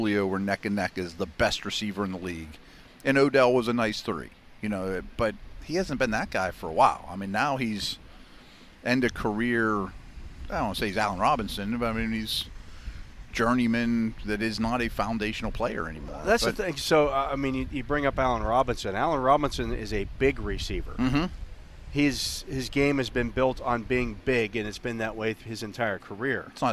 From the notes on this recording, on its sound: broadcast live from the UPMC Rooney Sports Complex during day two of Steelers' Mini Camp